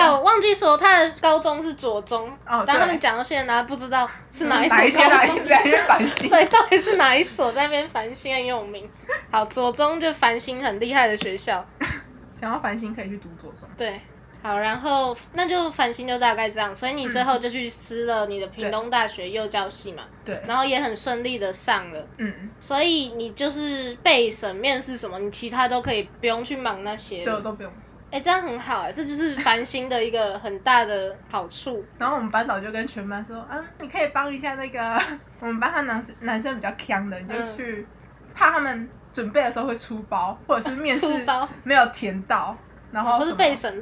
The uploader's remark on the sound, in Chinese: 錄音當天樓下就有兩隻小朋友所以背景會有一些小孩的聲音。